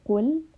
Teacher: So here we have the letter qaf. Qaf is a letter that is permanently heavy, so we want to make sure that the back of the tongue is raised. Right after the qaf, we have lam with a sukun.